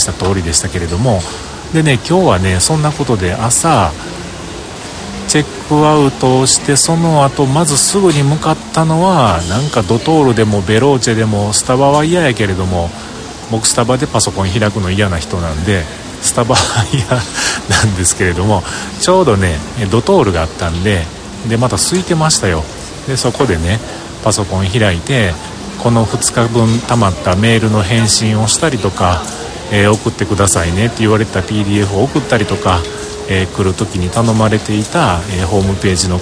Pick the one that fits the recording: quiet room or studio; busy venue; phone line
busy venue